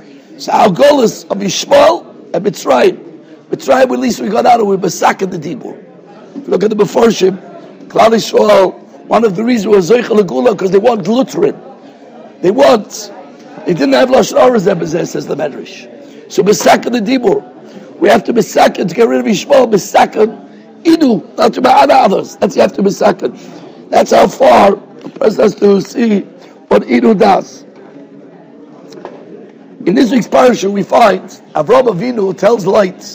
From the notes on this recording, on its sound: Shiur recorded in Yeshivas Ohr Reuven, Monsey, NY.